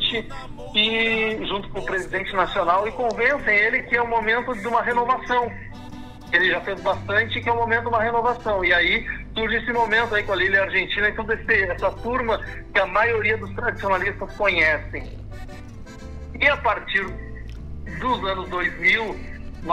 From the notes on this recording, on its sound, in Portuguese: conversou por telefone